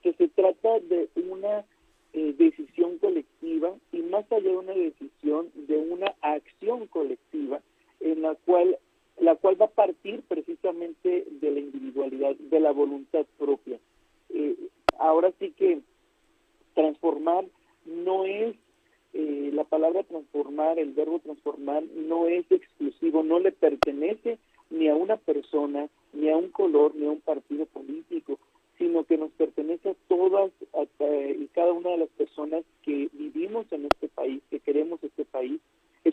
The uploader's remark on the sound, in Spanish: entrevistamos vía telefónica